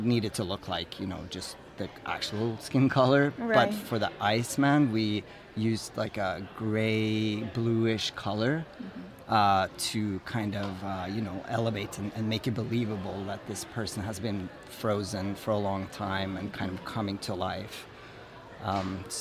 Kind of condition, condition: setting, busy venue